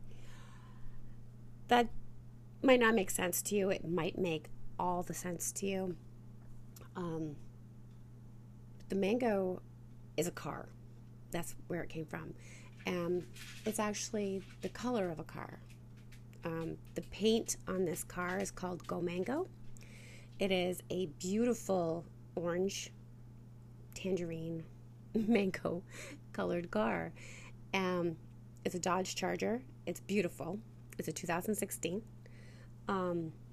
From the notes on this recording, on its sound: The sound is off, there is interference and I cry. This episode had so much technical difficulties.